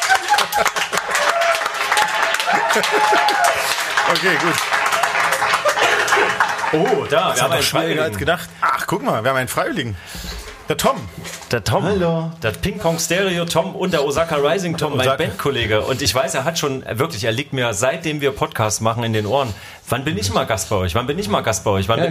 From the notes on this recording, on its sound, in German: LIVE 01-Cafe Füchsen, Juli 2022. In einer Live-Veranstaltung ihrem Publikum. In kuscheliger Café-Biergarten-Atmosphäre. Laden das Publikum später zu einer Art Mitmach-Q&A ein.